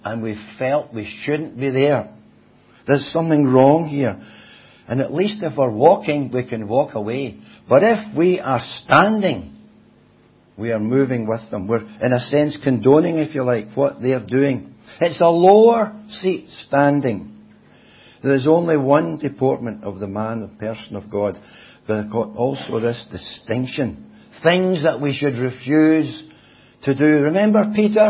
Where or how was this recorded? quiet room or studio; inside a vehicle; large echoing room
large echoing room